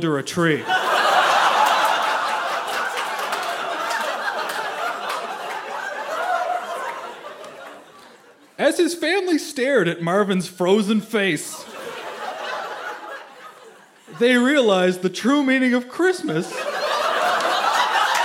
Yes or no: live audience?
yes